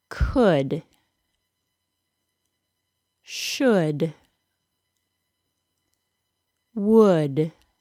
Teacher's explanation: Hear the initial consonant sound, the uh sound, and the final D sound. Remember, there is absolutely no L in any of these words.